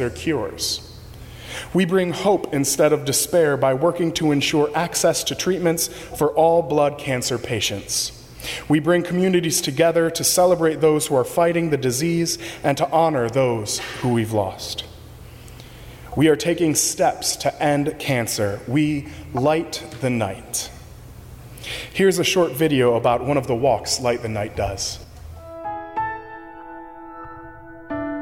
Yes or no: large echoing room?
yes